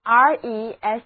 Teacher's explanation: 这里的字母 S 的读音就变成了浊辅音 Z